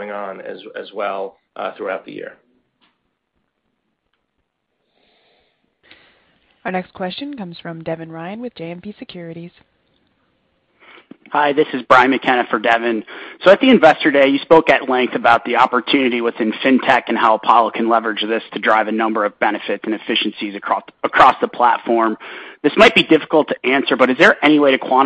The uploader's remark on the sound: Apollo Global Management, Inc. Earnings Conference Call